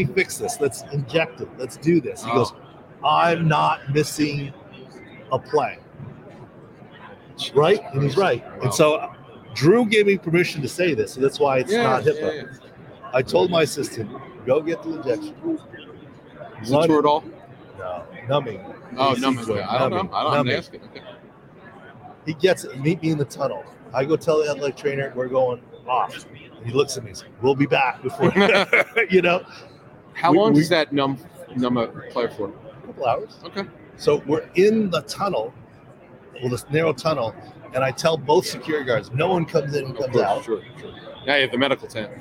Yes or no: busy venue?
yes